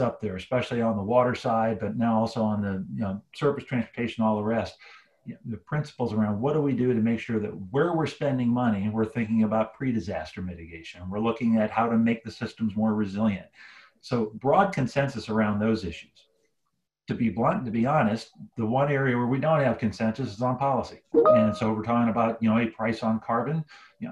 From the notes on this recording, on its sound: Today’s episode was previously recorded as an invitation-only webinar co-hosted by Adamantine Energy and the Environmental Defense Fund (EDF).